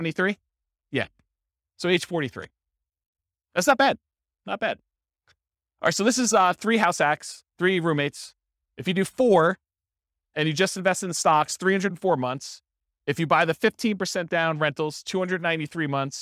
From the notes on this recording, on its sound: This was a live class recorded